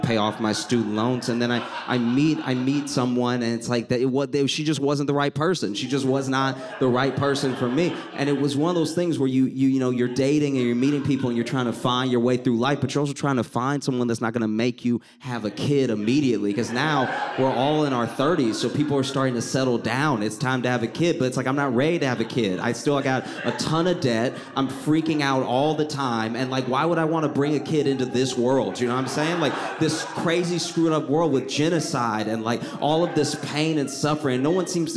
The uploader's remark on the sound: Shared their stories at our annual Proton Prom fundraiser this week.